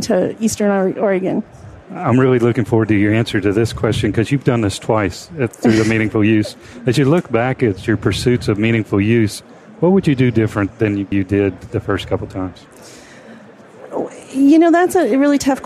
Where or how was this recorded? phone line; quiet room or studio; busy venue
busy venue